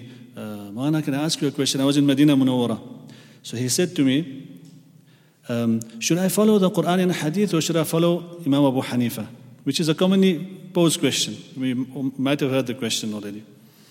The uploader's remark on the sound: at the Houghton Masjid (West Street)